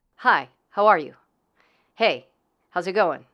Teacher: A more masculine intonation is shorter and moves downward.